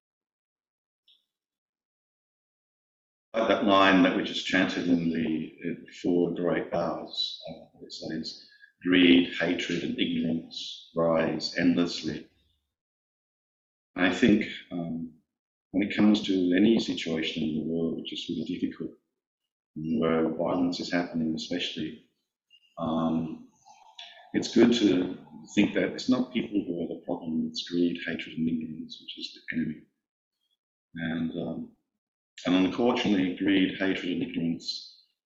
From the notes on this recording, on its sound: There was some technical problem with the recording so the quality is not very good. There was some technical problem with the recording so the quality is not very good.